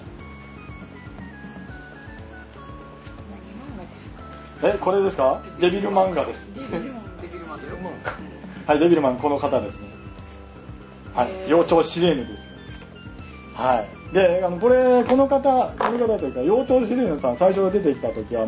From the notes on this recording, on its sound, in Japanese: イベントの配信です。ムービーカメラでの収録ですのでノイズ入ってます。